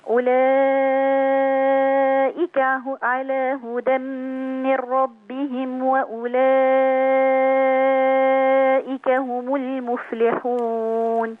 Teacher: المد المتصل عند ورش كم حركة؟ ست حركات